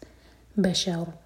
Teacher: رو کو ساکن کر کے رکیں گے تو رو ہیوی ہوگا ب اور شین لائٹ